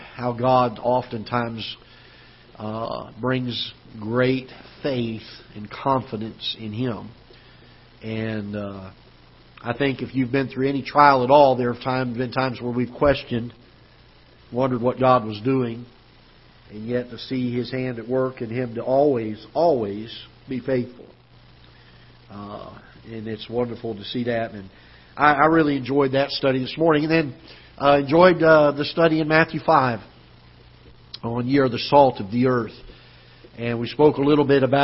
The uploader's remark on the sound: Ketha Heights Baptist Church ~ Live Broadcast